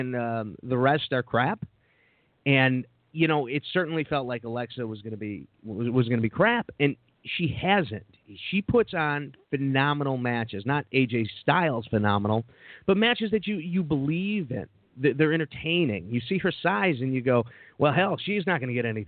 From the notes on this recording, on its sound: Live Call In Show. It's LIVE, anything can happen.